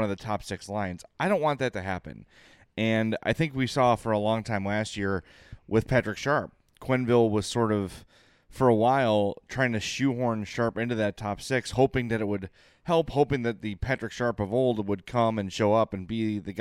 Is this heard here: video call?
no